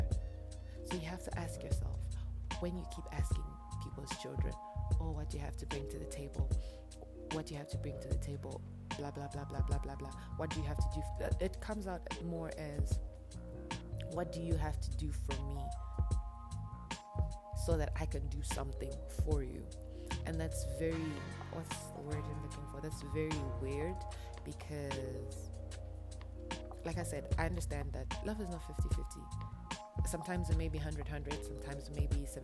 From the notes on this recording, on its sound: I apologise my voice sounds a bit low, I am battling seasonal allergies.